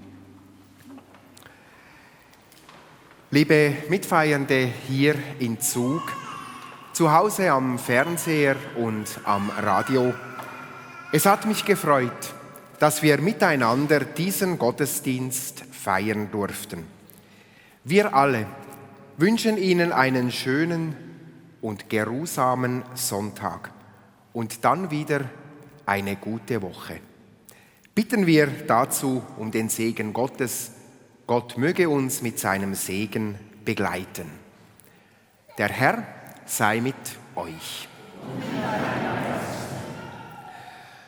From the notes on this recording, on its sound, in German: Den römisch-katholischen Gottesdienst überträgt SRF live aus der Kirche St. Oswald in Zug.